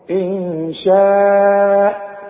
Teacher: إن نون ساكنة بعدها شين، والشين من حروف الإخفاء، يبقى حغني هنا